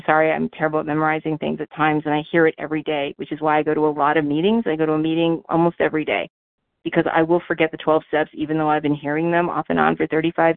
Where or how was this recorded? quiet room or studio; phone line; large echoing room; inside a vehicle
phone line